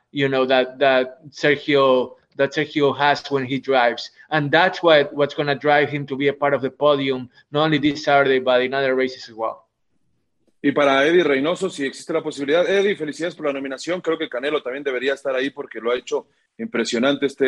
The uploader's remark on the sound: will hold a Zoom conference call